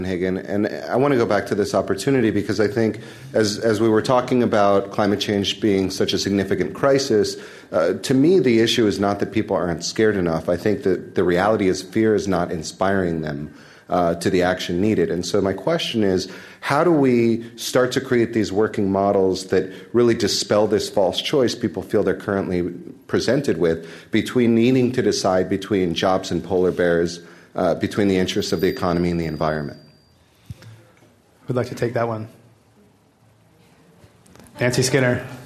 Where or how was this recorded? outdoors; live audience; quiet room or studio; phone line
live audience